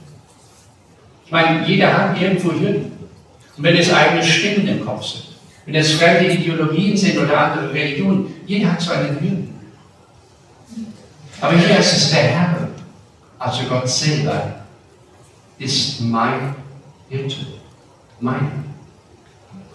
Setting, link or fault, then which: setting, large echoing room